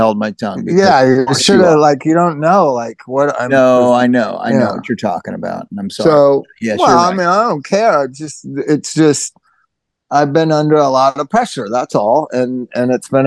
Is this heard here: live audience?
no